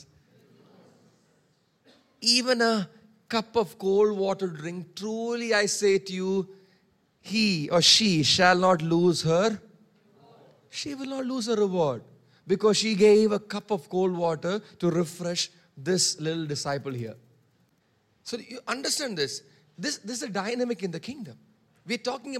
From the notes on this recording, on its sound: Preached on 19 March 2023 at Revelation Church.